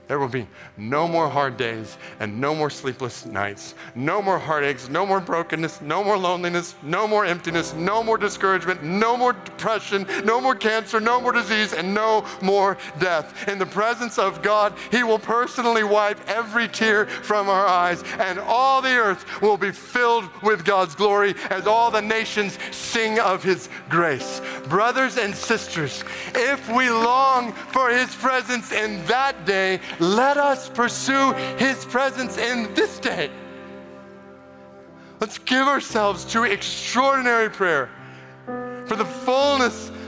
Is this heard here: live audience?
yes